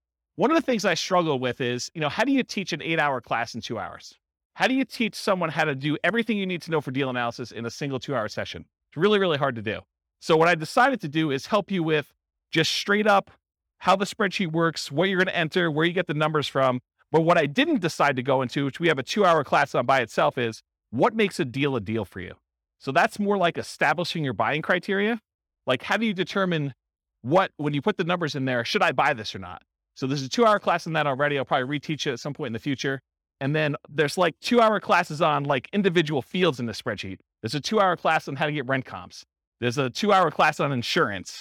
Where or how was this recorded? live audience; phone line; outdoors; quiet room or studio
live audience